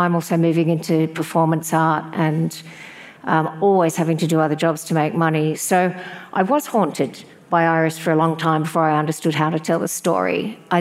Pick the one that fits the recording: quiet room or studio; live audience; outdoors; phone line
live audience